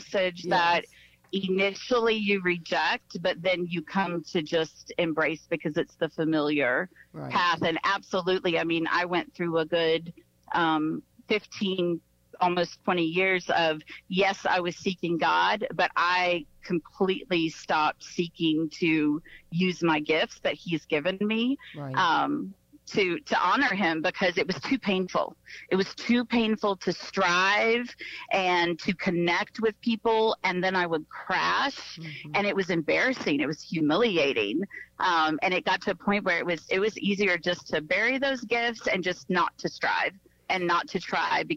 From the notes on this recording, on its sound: via phone call